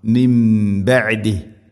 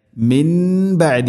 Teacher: സുക്കൂനുള്ള നൂനിന് ശേഷം ബ വന്നാൽ ഇഖ്ലാബ്, നൂനിനെ മീമാക്കി മാറ്റണം. · Shown in: first take · അതാണ് ഖുർആനിൽ ഒരു ചെറിയ മീം കാണാൻ പറ്റും.